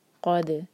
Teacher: قاف کو حلق سے، اور دال پر سکون ہے، دال پر قلقلہ ہوگا